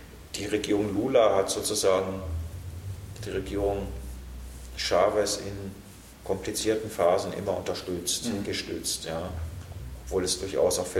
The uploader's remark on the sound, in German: Mitschnitt vom 17.12.2011 aus dem Forum Stadtpark, Graz